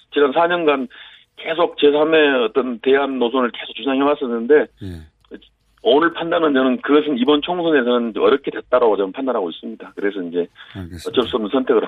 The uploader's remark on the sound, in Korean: 전화연결